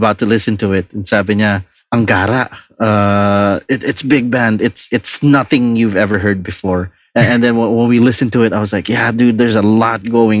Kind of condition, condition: link, video call